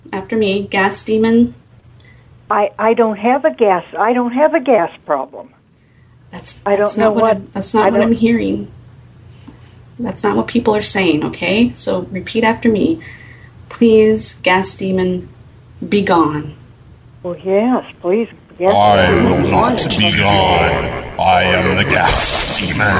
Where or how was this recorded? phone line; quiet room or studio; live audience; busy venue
phone line